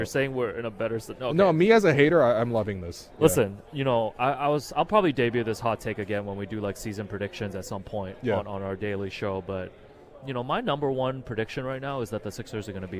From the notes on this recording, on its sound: Live From Media Day. Live on location from media day.